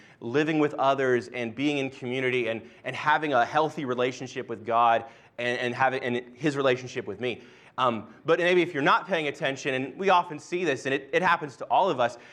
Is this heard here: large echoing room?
yes